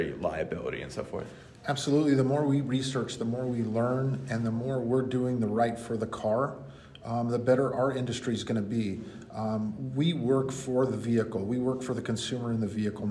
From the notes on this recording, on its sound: on the sidelines of the Collision Industry Conference (CIC) in Indianapolis